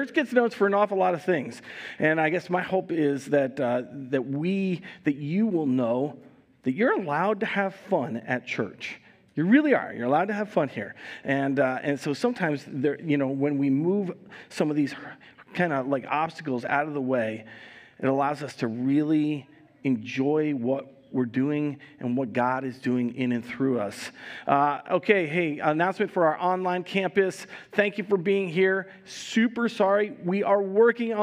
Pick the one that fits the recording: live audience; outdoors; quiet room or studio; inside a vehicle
live audience